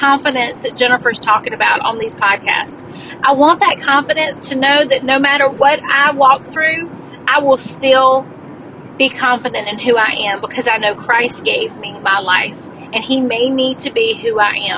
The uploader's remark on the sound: This episode was recorded in my car